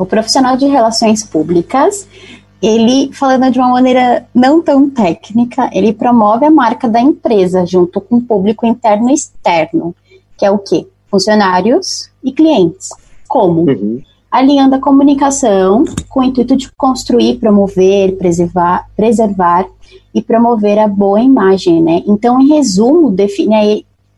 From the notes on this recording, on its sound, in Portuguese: bateu um papo com a gente por meio do Zoom